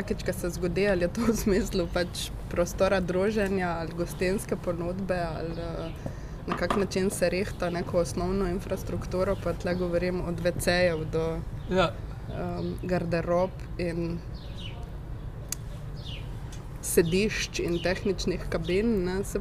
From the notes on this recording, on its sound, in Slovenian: Na ulici pred hišo ter pred publiko.